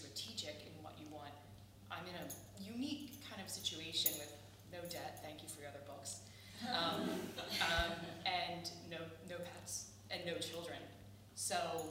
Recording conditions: live audience